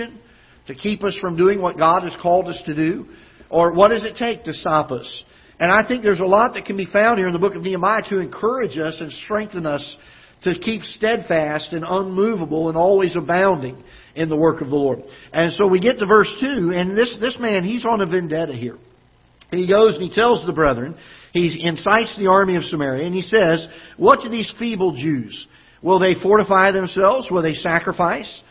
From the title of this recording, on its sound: Ketha Heights Baptist Church ~ Live Broadcast